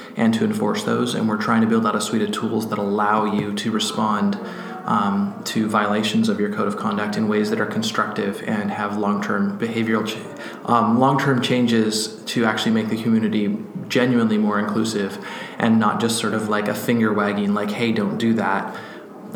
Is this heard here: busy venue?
yes